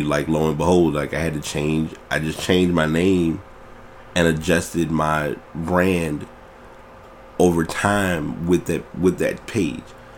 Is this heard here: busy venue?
no